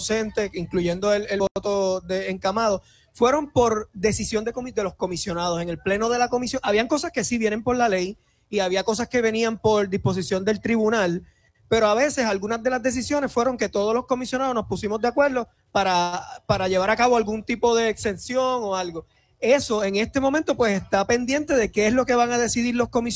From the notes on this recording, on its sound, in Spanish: EN VIVO desde Las Fiestas de la Calle San Sebastián